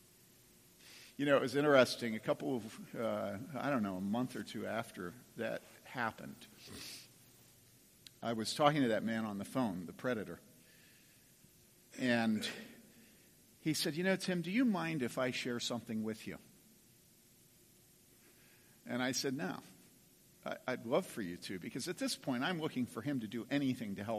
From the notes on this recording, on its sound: From the 2015 Clearnote Pastors Conference.